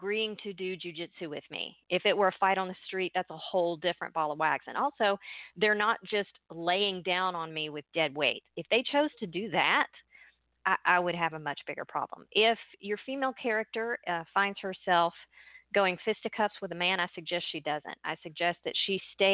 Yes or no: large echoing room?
no